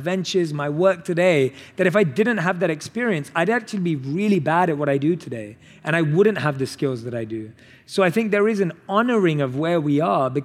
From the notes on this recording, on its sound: on stage at In goop Health